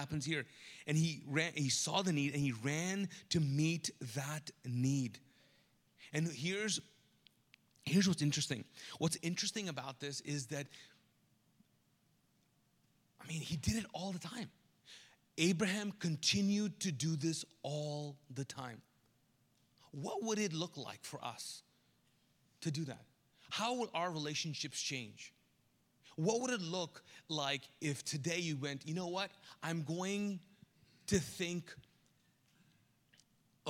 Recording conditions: large echoing room